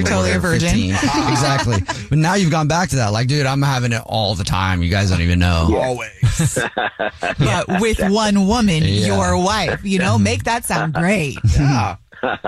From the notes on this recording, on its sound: We have a listener on the phone who wants to tell us the Dirty Little Secret that he and his wife is keeping from everybody!